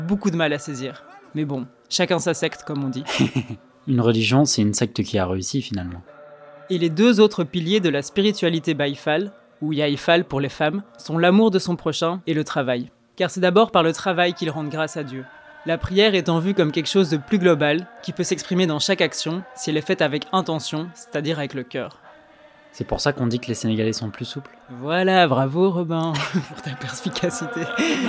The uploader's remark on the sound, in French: Musique de fond : enregistrement audio au Magal de Keur Ndiaye Lo